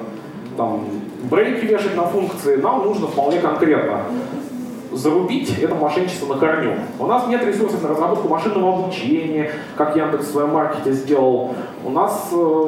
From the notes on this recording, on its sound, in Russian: ZeroNights 2014 и «Открытая безопасность» представляют аудиозапись докладов с конференции. День 2, Workshop 1, Defensive track.